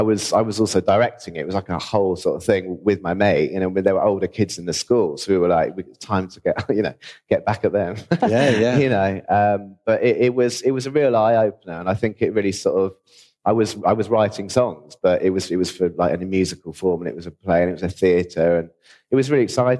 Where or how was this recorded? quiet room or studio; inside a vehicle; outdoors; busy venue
busy venue